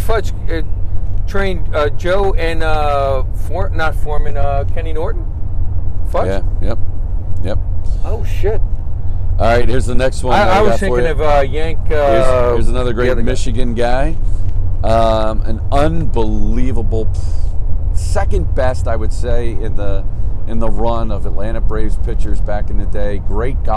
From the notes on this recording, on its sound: We are in the car driving up to Penn State for the big showdown vs Michigan.